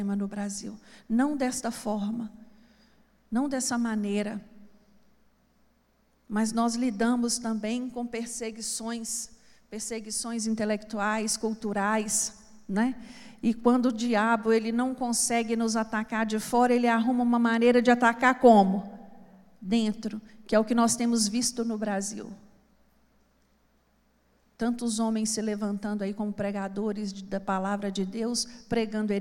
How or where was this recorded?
large echoing room